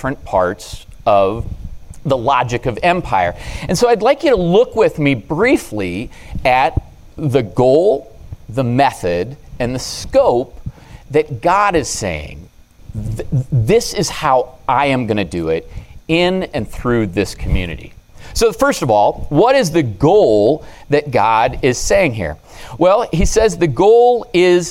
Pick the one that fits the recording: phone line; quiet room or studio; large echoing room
large echoing room